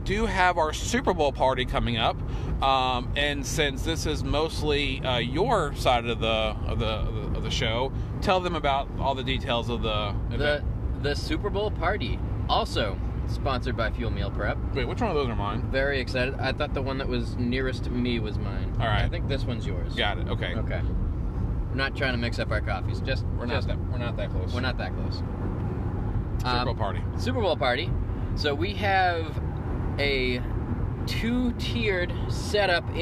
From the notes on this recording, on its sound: do our first podcast in the car